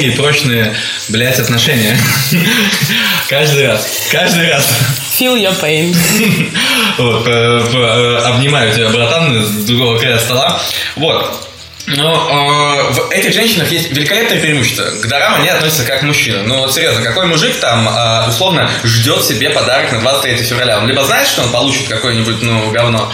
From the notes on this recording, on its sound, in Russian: запись стала лучше, но появилось эхо